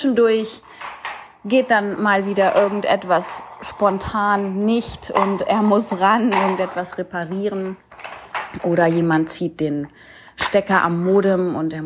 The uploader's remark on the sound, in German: Ohne Konzept und Rücksicht auf Tonqualität mein Sohn spielt im Hintergrund.